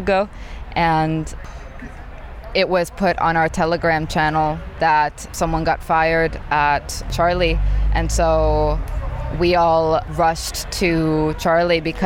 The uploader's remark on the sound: Recordings that were made on the 10th of June 2021, during the wildcat strike of the Gorillas Workers Collective. Visiting the solidarity rally and picket line of one of the warehouses of Gorillas in Berlin.